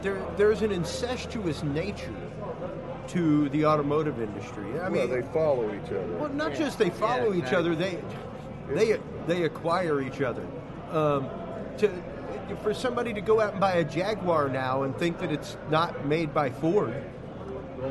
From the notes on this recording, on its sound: on the road in Houston, Texas broadcasting LIVE from the world renowned Mecum Auto Auction